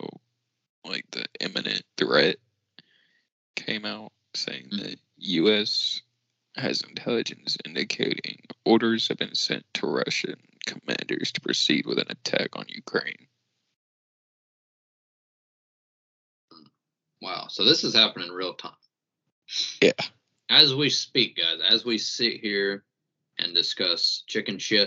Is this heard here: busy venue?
no